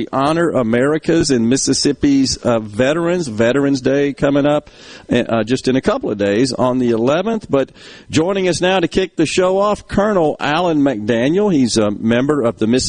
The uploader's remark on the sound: LIVE from the Armed Forces Museum at Camp Shelby!